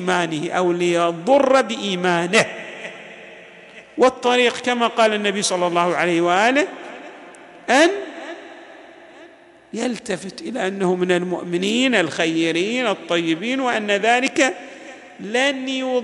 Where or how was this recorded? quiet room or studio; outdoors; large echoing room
large echoing room